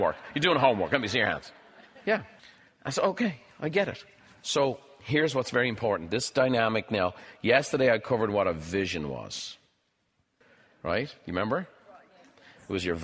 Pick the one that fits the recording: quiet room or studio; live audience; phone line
live audience